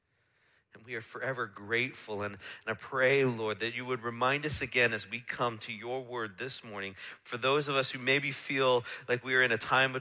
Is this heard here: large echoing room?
yes